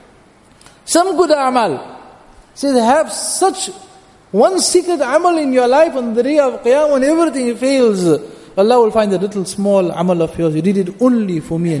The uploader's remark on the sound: Jumuah Lecture at Masjid Al Hilal